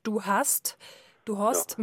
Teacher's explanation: obwohl das T ja nicht als behauchter Verschlusslaut gesprochen wird, sondern wird wie D gesprochen